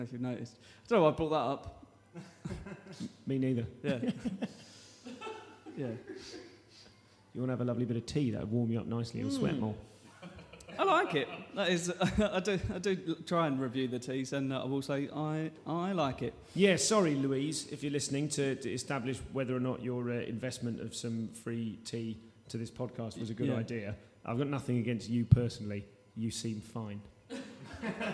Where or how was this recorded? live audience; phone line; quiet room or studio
live audience